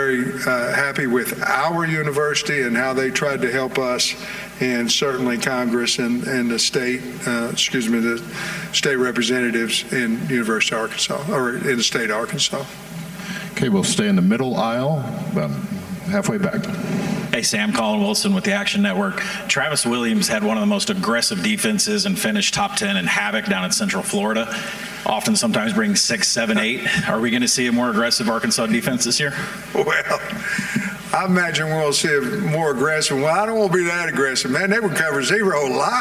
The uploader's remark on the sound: live from the Podium at SEC Media Days